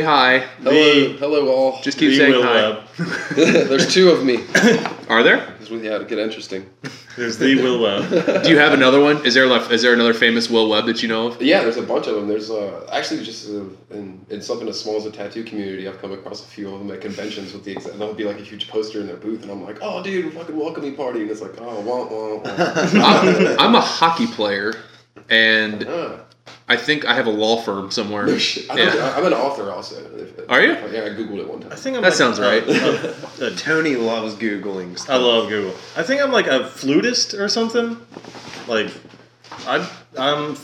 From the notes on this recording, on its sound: Audio is a little funky on this one, so apologies. Someone didn't bring their computer cord.